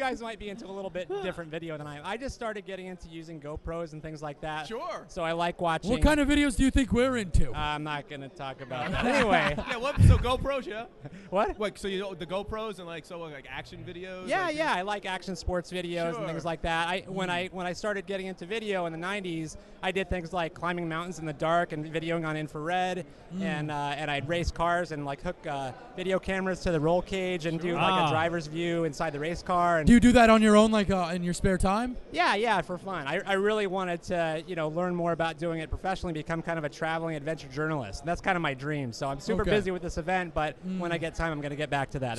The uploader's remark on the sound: Live audio from the Blog WOrld Expo in NYC.